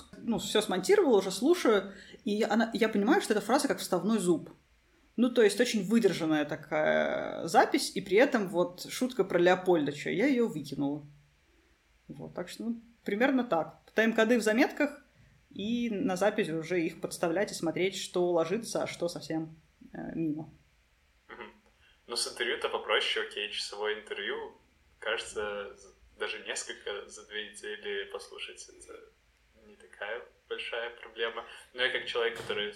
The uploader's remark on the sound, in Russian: в этом выпуске вы услышите, что не все гладко с этим пунктом, за что я заранее прошу прощения